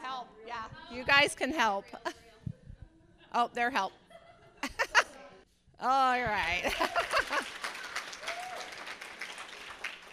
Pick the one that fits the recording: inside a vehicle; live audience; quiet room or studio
live audience